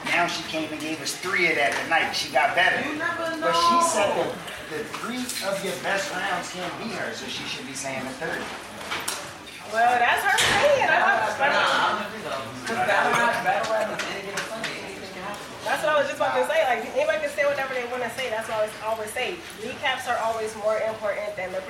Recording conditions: poor sound quality